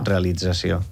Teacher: tant el so de la S sonora com la T que passa a D, perquè la S sonoritza aquesta T. Per una assimilació.